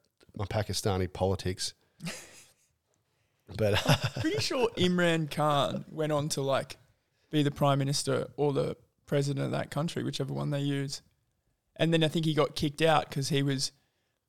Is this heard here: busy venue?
no